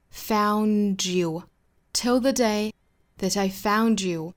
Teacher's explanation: found 和 you 之间有一个连读同化，我们可以读成一个 z 的发音